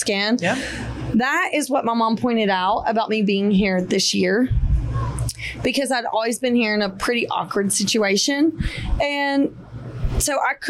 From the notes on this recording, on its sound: Head to Panama City Beach with the family for a little rest and relaxation. They record live from the beach on their balcony.